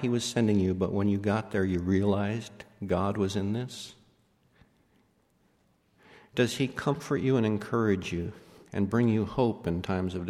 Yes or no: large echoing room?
yes